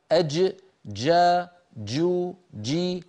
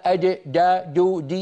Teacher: الجيم بحاجة إلى أن لا تكون مخلوطة بالدال · Shown in: first take · أج جا جو جي وليس أج دا دو دي، هذه صوت جيم مخلوطة بدال نسمعها من بعض الناس ولا تصح، فيها صوت مخلوط من حرفين.